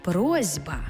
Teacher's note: Глухий звук «с» стоїть поруч із дзвінким звуком «б», а глухий плюс дзвінкий шукає собі дзвінку пару. Тобто глухий «с» знайшов собі дзвінкий «з», і в транскрипції з'явилася «просьба».